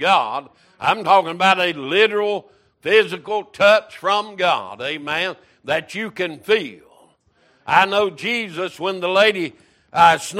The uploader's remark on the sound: Wednesday Evening Service